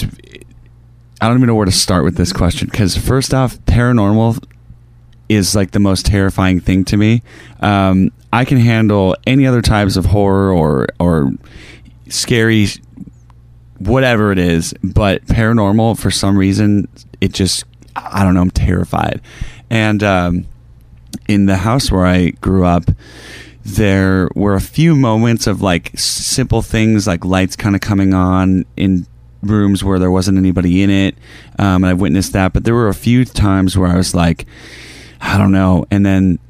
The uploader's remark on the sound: We take you live to the tour bus